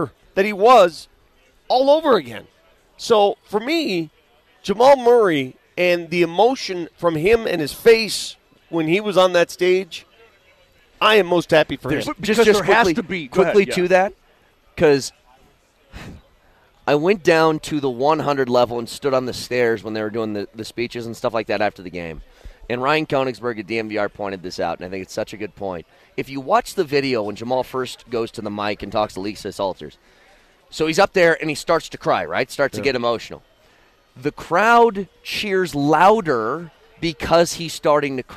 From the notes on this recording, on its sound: Live from the Nuggets Parade!